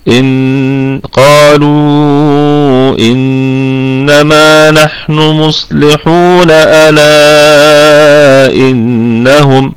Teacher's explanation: الهمزة همزة أصلية محققة في البدء وفي الوصل، يعني إذا ابتدأنا من عليها مثل ما لو وصلنا الآية التي قبلها، لو قلنا أتينا بكلمة أو بجزء من الآية السابقة، إن قالوا إنما نحن مصلحون ألا إنهم، هكذا. · Term: همزة محققة